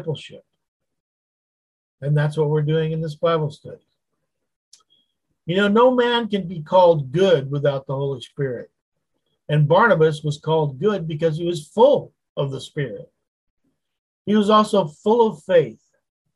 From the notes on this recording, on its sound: Wednesday Zoom study